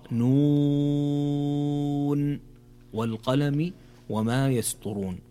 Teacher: هنا مد لازم حرفي مخفف ويمد بمقدار ست حركات، فتقرأ نون والقلم وما يسطرون.